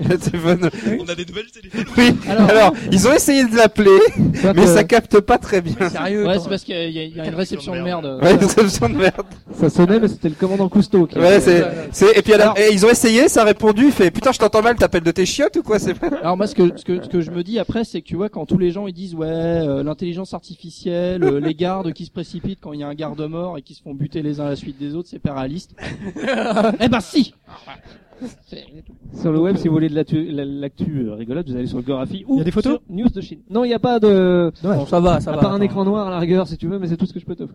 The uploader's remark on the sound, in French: Cet épisode a été réalisé en direct de PodRennes, rencontre entre et avec tout plein de podcasteurs.